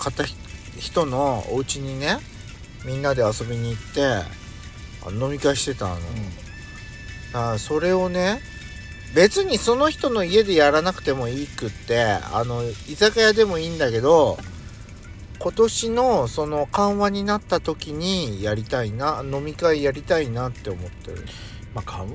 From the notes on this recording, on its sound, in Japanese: パーキング収録